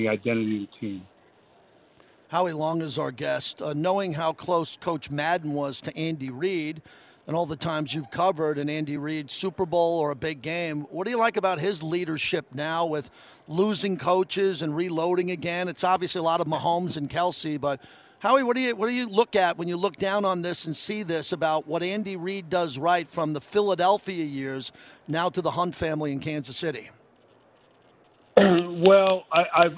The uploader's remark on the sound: LIVE FROM RADIO ROW